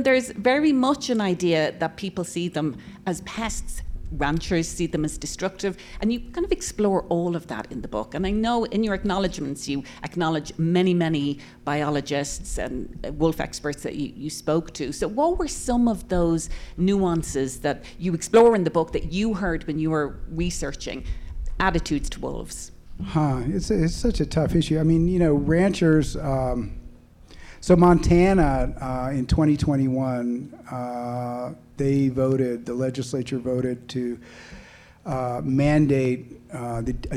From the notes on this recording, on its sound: This episode was recorded in front of a live audience at the Boulder Bookstore.